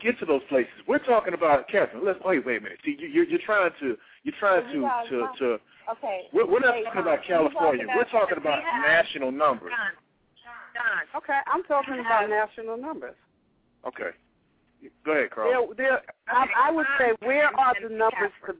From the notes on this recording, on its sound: Opens up the phone lines to speak with the African American community.